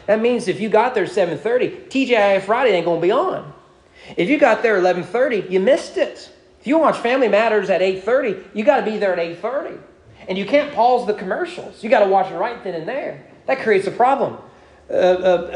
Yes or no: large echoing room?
yes